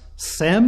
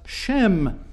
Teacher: Now, an important point to register is that the SH sound with which we are familiar in English was a regional variation in the Hebrew language, and that persons from certain parts of Israel would have pronounced S's as we do, others would have pronounced them as SH's. And This is why, indifferent of the records, indifferent of the genealogies, we might, for example, see Noah's son described as Sem, S-E-M, or in other places as Shem, S-H-E-M. · Term: regional variation in pronunciation